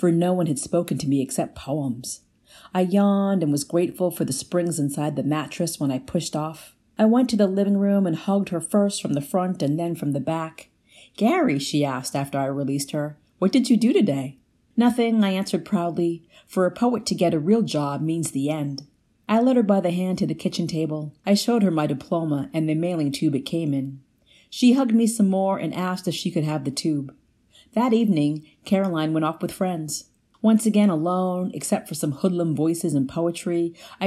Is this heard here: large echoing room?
no